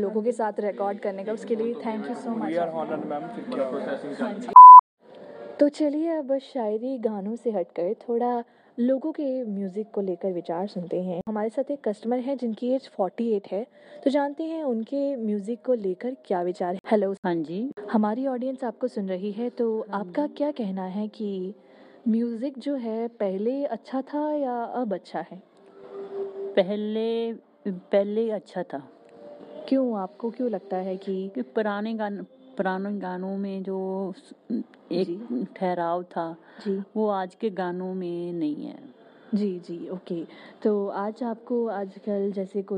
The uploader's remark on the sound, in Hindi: Mein Gayi Punjab ke shehar "Sri Muktsar Sahib" ke Food point "Mapples"mein jahan ki meine audience se baatein.